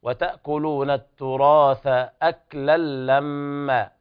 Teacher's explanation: إدغام بغير غنة كامل لوقوع اللام بعد التنوين، وتأكلون التراث أكلا لما، وهنا حرف غنة مشدد يغنى المقدار حركتين، ولا بد من إثبات ذات المد، هذا المد عوض عن التنوين، لما عند الوقف عليها تمد مقدار حركتين فقط.